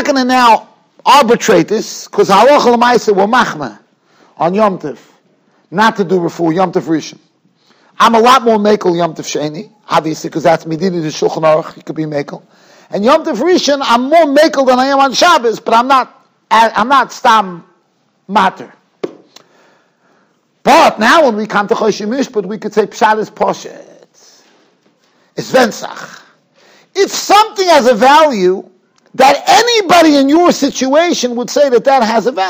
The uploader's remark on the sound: Shiur recorded in Yeshivas Ohr Reuven, Monsey, NY.